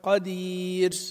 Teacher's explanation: هذا طلع صوت همس وطلع صفير معاه كمان، أو بصير، قدير، خبير، هذا الصوت خطأ، وإنما يعني نمسك بالحرف ولا نجعله يهمس أو يصفر به، قدير، قدير، بصير، خبير.